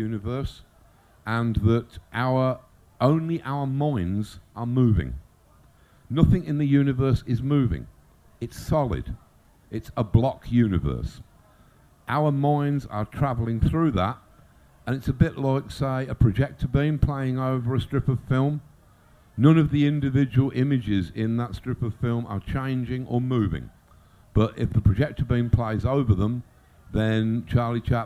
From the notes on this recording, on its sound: Made a rare appearance at the Odditorium tent in Brighton in May 2016.